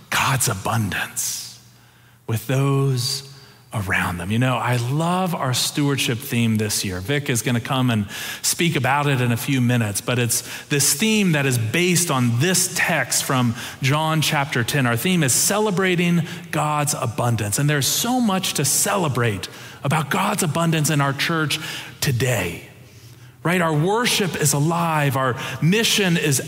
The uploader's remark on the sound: Preached October 23, 2022 in the Traditional and MorningSong Worship Services.